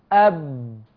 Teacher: أب، لا ده في احتباس يا شيخ، لا في نفس بيجري ولا في صوت بيجري اصلا، ده الامر محتبس خالص، ده انا بطبق بين الشفتين في اطباق على الشفتين يا شيخ، ما بيمر نفس وما بيمر صوت. اب اب، يبقى اذا الصوت محتبس، وهذا ما يعرف بالشده، يبقى الجهر احتباس النفس، والشدة احتباس الصوت.